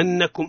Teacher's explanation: إظهار الغنة في النون، إظهار الغنة فيها، فيها. قولوا أنكم النون مشددة إظهار الغنة فيها